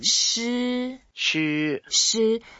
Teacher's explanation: So, shi is the first tone, so you make it flat.